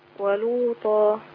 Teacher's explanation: خدي بالك ولوطا كده بقى انا ما عملتش الالف. ولوطا عندي الف ماديه تمد بمقدار حركتين